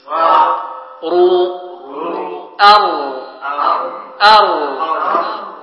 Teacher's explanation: هذا هو معنى التكرار. يعني تحس بارتعاش في المخرج نفسه من غير أن تولد أكثر مرة. يعني تقول أر، لا إنما يرتقيها أر.